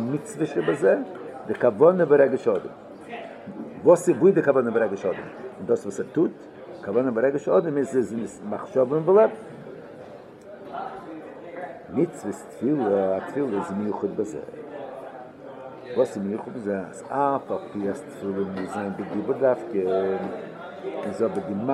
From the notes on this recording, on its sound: Live Shiur